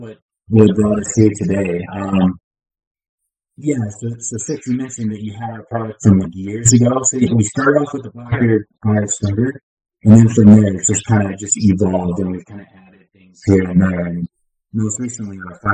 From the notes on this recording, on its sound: we had some pretty bad issues with audio quality during this episode